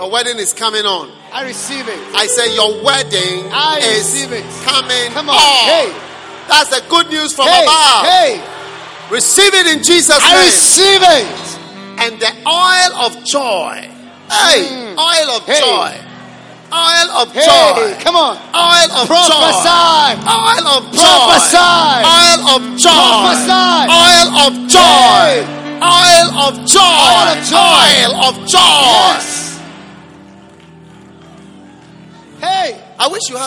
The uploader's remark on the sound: Preached at the Prophetic Encounter Service.